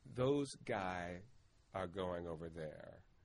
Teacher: this is often marked as a feature of African-American vernacular English, is dropping of those S's